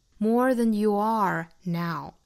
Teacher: 这个虚词在句尾了，就不能够弱读了，要读成重读式